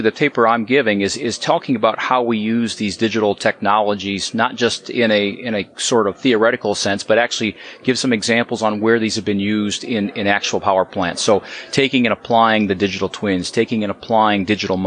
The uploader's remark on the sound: during a power-industry conference in Las Vegas, Nevada